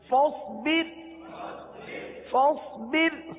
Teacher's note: فاصبر میں را ساکن ہے اور را ساکن سے پہلے زیر اصلی اسی کلمے میں ہے، اس لیے را کو باریک پڑھیں گے